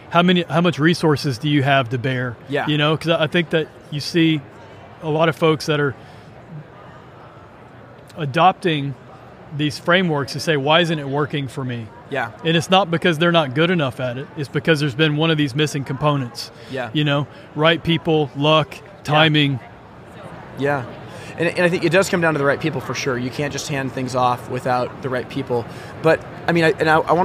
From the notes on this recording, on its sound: Live from 2024 HPBExpo. Live from the 2024 HPBExpo in Nashville, TN.